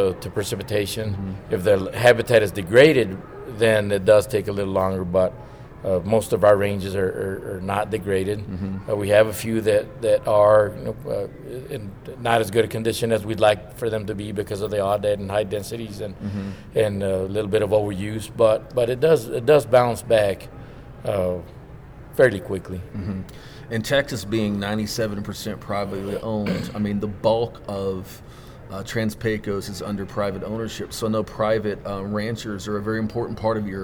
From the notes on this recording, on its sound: Recording live from the floor of the Wild Sheep Foundation's "Sheep Show"